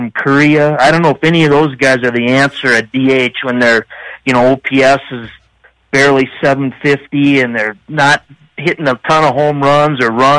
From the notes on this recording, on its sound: BONUS: Twins Wrap post-game show after loss to Yankees. Take phone calls and react.